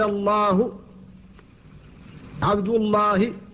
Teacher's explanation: فاللام هنا تفخم بعد الفتح والضم، والألف التي بعدها تفخم تبعا لها · Term: الألف المفخمة